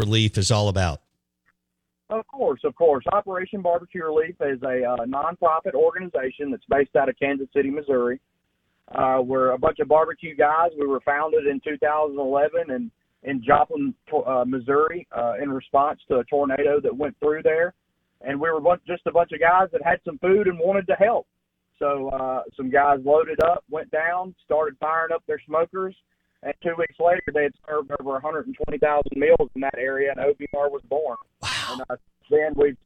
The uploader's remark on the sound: Joins the show on the Farm Bureau guest line live from the Mississippi Delta.